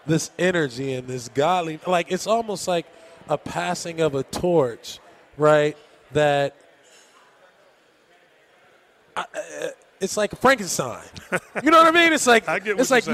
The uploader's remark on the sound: Recorded at Summer League